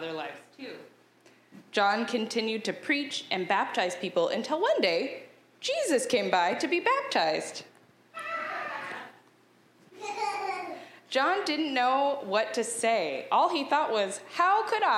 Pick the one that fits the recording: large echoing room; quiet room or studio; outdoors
large echoing room